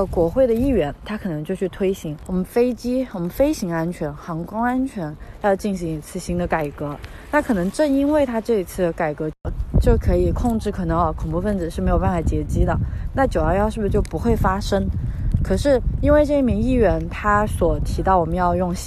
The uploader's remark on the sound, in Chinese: 在新冠肺炎刚刚出现时，是一边散步一边录制的。